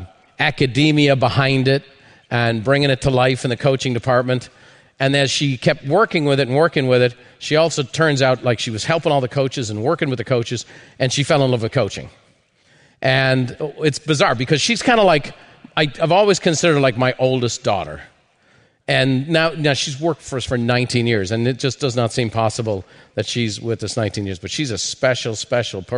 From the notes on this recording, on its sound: Part of a live recording from The Peak Experience.